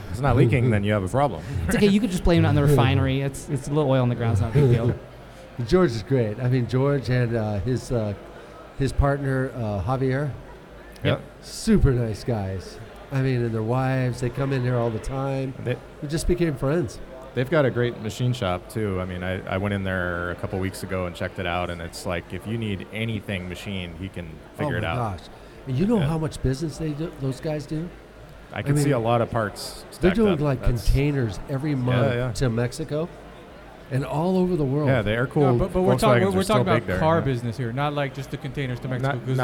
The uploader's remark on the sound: Live at Absolution Brewery